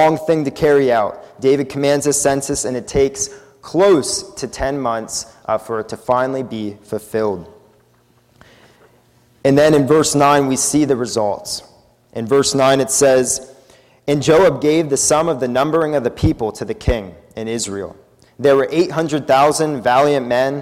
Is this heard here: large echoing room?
yes